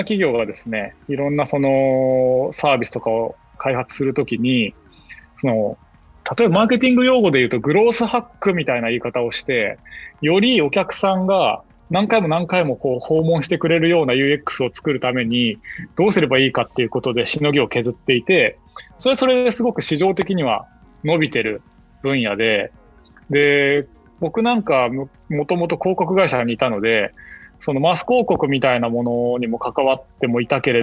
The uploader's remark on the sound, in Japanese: 収録はzoomを活用して遠隔で行いました。音声が聞きづらい部分がある点、ご了承ください。